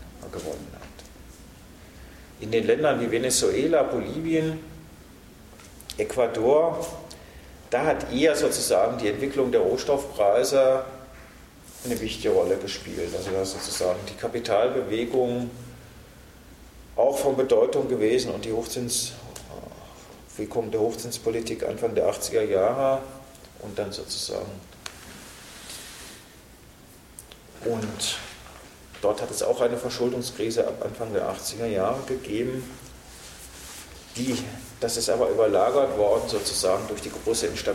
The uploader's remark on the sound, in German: Mitschnitt vom 17.12.2011 aus dem Forum Stadtpark, Graz